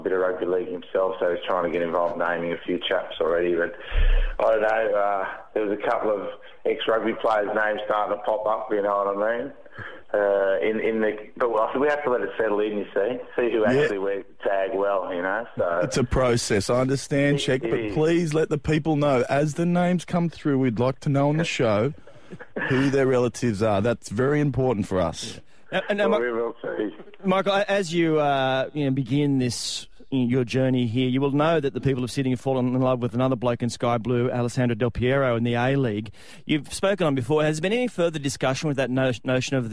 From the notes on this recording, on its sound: on the phone